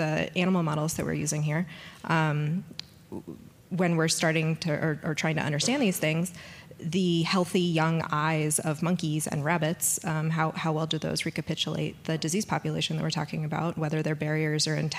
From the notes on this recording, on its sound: first recorded at the 2nd annual Drug Delivery West conference